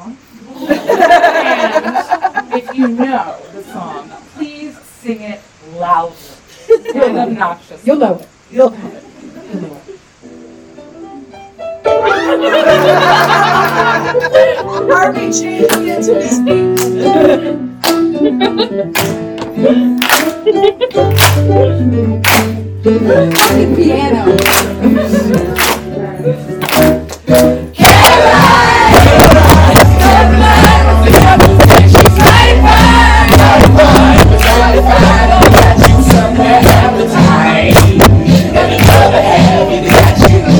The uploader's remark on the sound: We had such an amazing time doing our first ever live show at Anahata's Purpose!